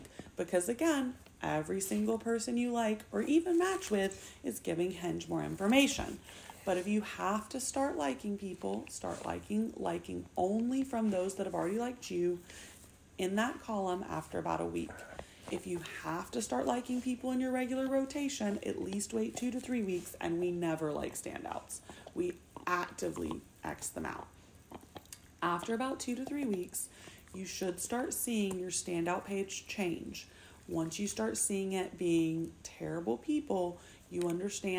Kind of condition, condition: fault, sounds in the background